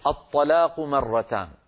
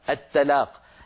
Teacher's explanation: الطاء مفخمة، لو رققناها تصير التاء